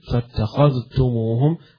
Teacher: وهذه فيها قراءتان، فاتخذتموهم بعدم الإدغام يقرأها ابن كثير